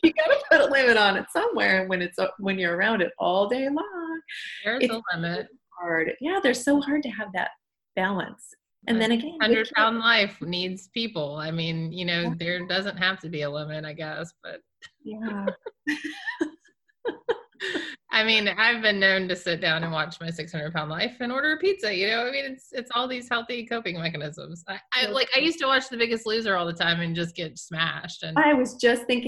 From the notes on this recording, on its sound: During the pandemic, I hosted daily ZOOM meet-ups called the "Daily Community Meetup" - the recordings were posted here on the podcast.